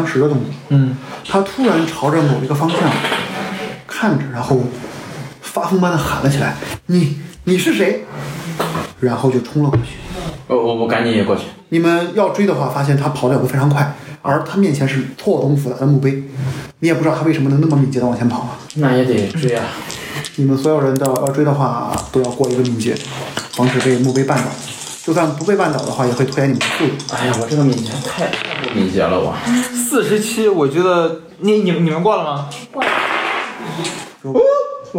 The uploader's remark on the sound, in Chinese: 因为这次跑团时录制的设备并不专业，再加上环境和大家散座的位置，音质会比较差，调试之后改善不大。